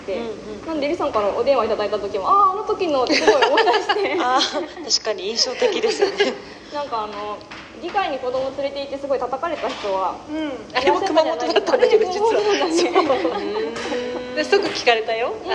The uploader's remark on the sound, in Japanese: 公開収録。収録の環境が変わったため、少しホワイトノイズが入っています。会場にゲストとパーソリティーの子供２人が自由に遊んでいたため、声も入っています。